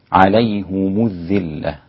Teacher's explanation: تجد الهاء والميم مضمومة كما عند الإمام حمزة والكسائي ويعقوب وخلف